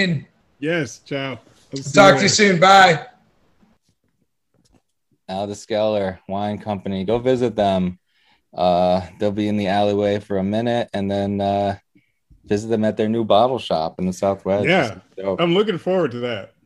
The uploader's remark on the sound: Recorded Live on Zoom 7/26/2021